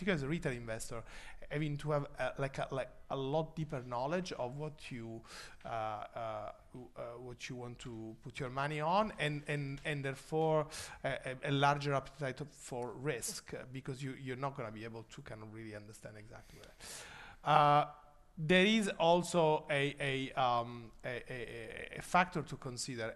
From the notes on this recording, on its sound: We were delighted to host a fireside chat at Balderton HQ